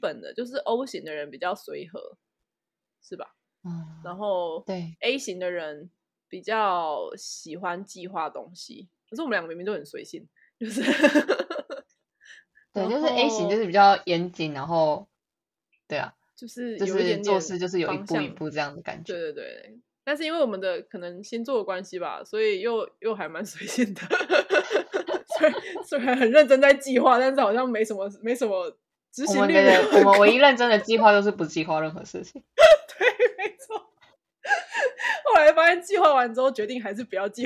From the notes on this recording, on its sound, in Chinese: 這次錄音遇到比較多問題，所以剪輯調整花了比較多時間。